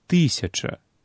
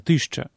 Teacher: настолькі моцнае скарачэнне галосных, пры якім ненаціскнога «а» папросту не застаецца, ён выпадае · Shown in: second take · Term: Глытанне галосных